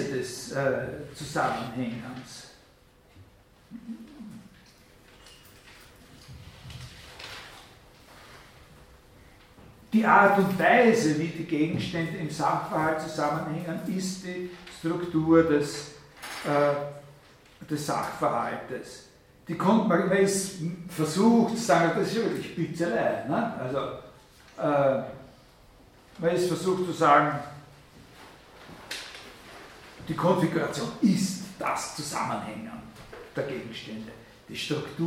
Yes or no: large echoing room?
yes